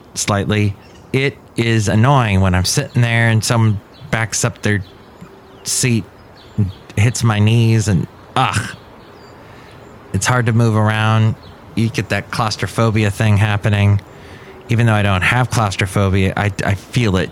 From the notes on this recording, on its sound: podcasts live from Café Anyway